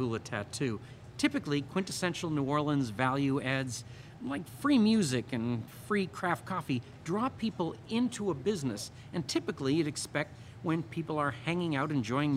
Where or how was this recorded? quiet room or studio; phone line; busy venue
busy venue